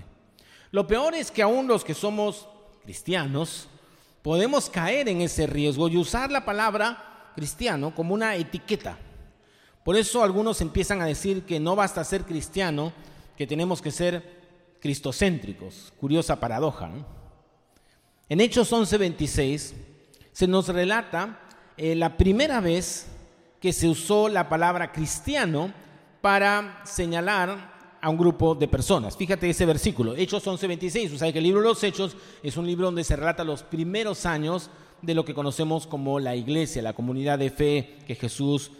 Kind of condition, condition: setting, live audience